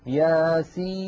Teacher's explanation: لاحظوا سين، عند نطقنا لهذا الحرف ننطق ثلاثة أحرف، سين مكسورة بعدها ياء ساكنة بعدها نون ساكنة، وهذه النون الساكنة سواء وقفنا على ياسين أو وصلناها بقوله تعالى والقرآن الحكيم. إذن هنا مد أيضا لا بد من تطويله بمقدار ست حركات وهو مد لازم